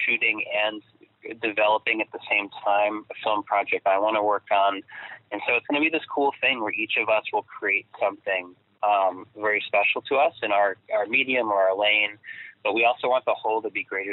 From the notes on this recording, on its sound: have a quick phone chat